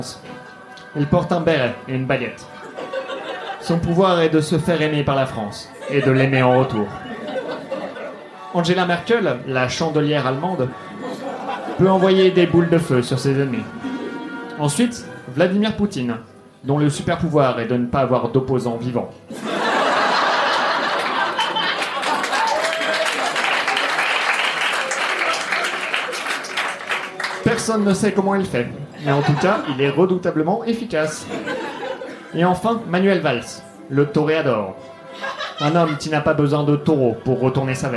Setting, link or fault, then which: setting, live audience